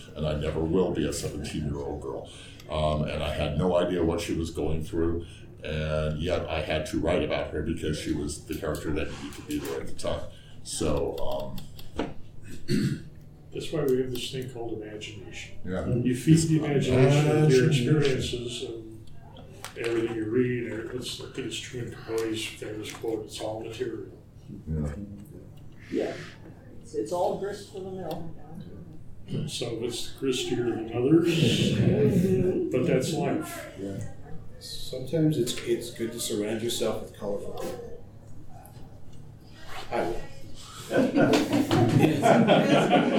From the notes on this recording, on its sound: Recorded live at TusCon. Panel Room 1.